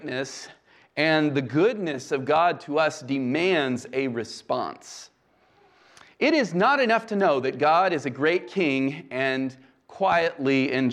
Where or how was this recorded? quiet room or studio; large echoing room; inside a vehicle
large echoing room